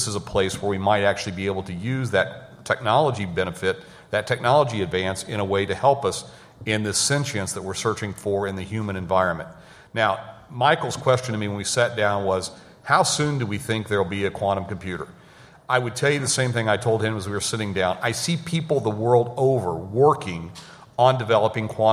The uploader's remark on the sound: Artificial Intelligence LIVE at the Annual Conference.